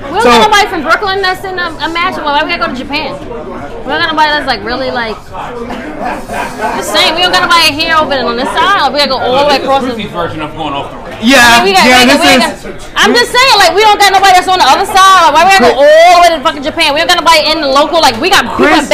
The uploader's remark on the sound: Live at Legends for the AEW Double or Nothing viewing party!